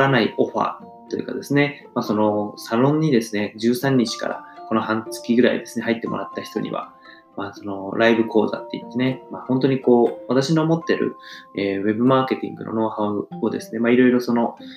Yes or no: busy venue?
no